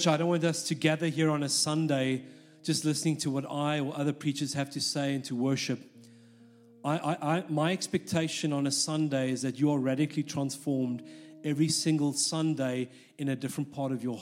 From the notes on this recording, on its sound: This message was recorded live at our Malmö Gathering on Sunday, November 19th, 2023. C3 Church Malmö & Lund.